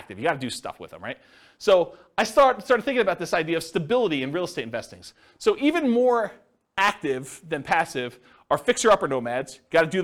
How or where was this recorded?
live audience